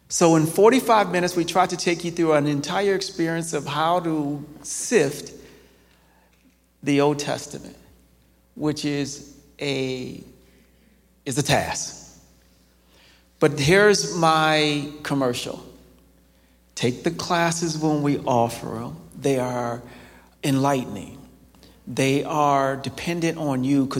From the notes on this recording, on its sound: This episode of Staying at the Table was recorded live on Sunday, October 29th, 2023 at Cornerstone Christian Fellowship.